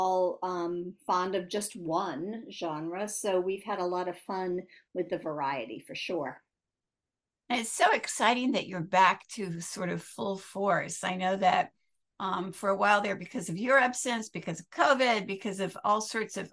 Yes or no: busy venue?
no